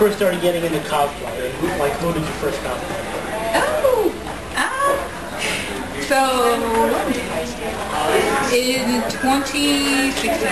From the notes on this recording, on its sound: We did this live from Pop Cult Anime con, so sorry for audio issues.